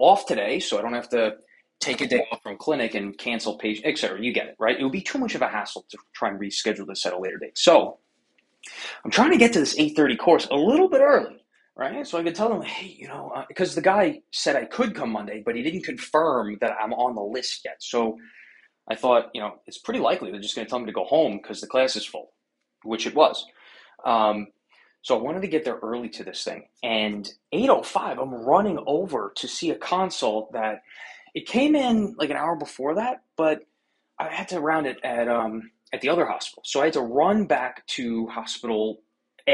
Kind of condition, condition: link, video call